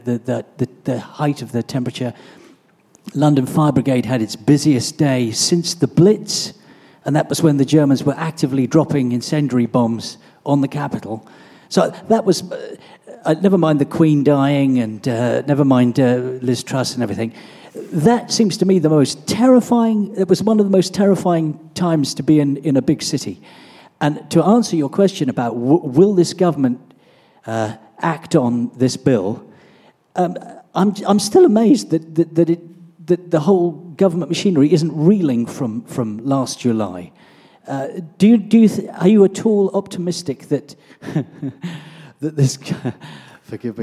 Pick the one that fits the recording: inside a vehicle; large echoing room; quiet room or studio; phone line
large echoing room